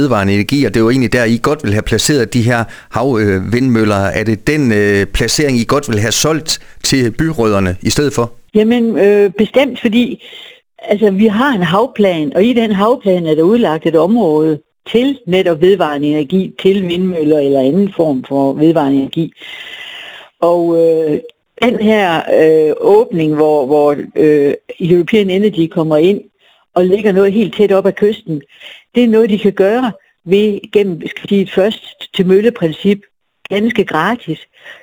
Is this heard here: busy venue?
no